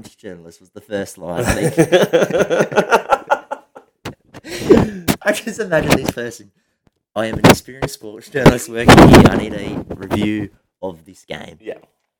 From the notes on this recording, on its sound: Apologies for the small parts with loud, wind audio tried our best to reduce it.